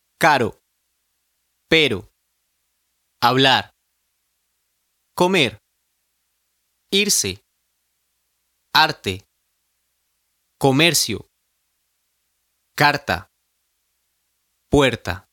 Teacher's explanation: The Spanish R is different from the English R. It is a rolled R. It sounds as though you were imitating the sound of a motor on an airplane.